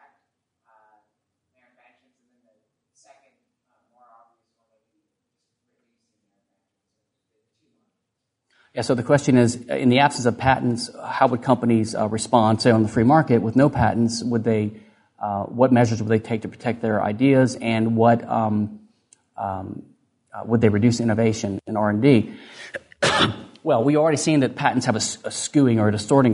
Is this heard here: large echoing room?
yes